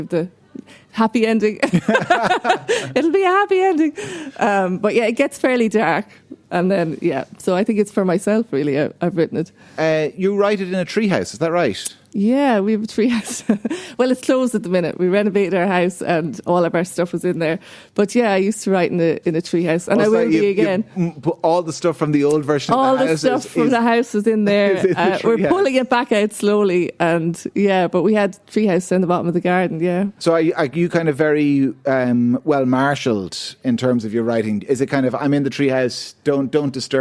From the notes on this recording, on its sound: The Hard Shoulder is LIVE from the Hibernian Hotel in Kilkenny on All-Ireland weekend as part of Newstalk's Summer Tour.